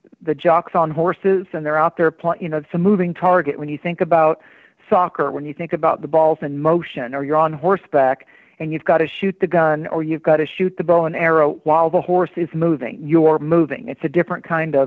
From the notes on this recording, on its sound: takes live calls